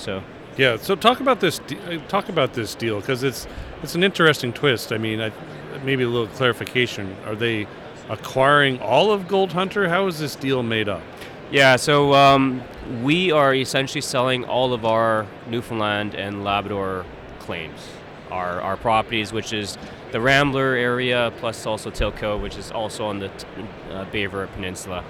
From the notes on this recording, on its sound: joins the podcast from the Roundup Conference in Vancouver